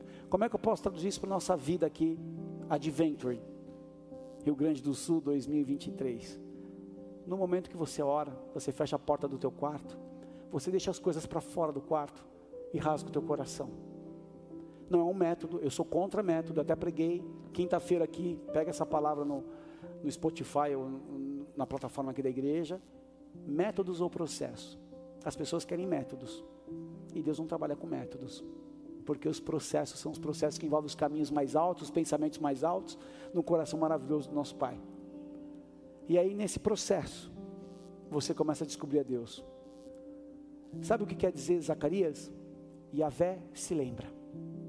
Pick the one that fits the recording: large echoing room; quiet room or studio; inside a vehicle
large echoing room